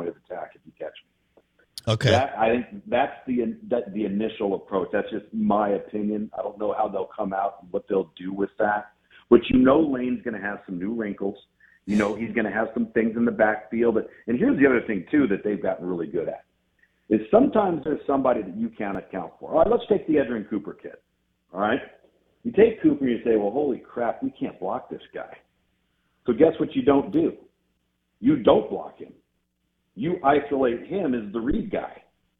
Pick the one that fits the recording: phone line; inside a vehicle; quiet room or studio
phone line